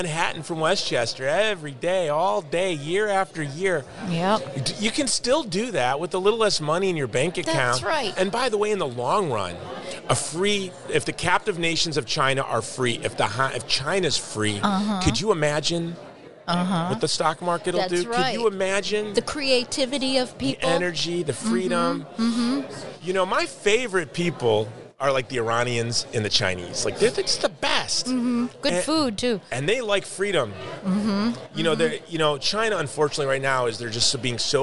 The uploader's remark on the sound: More interviews at the International Religious Freedom Summit on Location in Washington DC